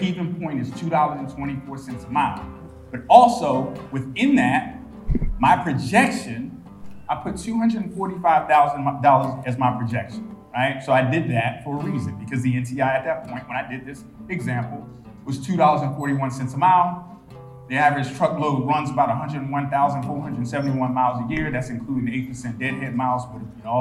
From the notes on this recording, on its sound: Talk early on the last day of the Mid-America Trucking Show Saturday, April 1. In the audience. More from my talk at MATS.